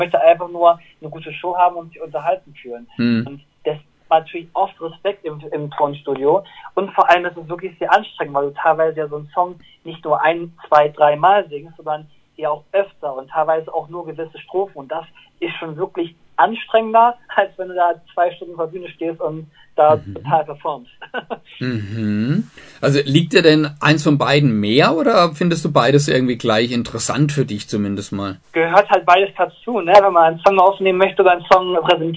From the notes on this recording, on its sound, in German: Der sympathische Sänger stand uns außerdem für ein interessantes Telefoninterview zur Verfügung.